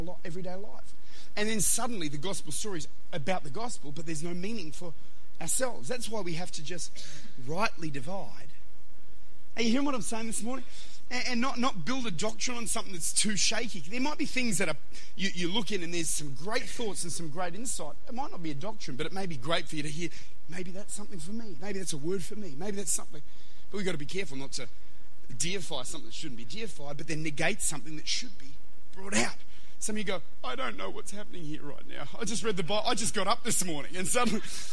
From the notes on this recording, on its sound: Recorded at Lifepoint Church, Adelaide.